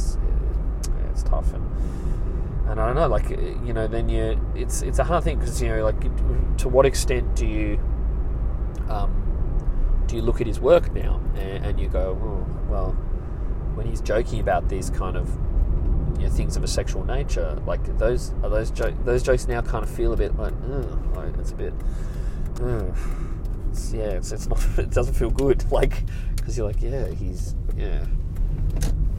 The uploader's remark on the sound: I'm in the car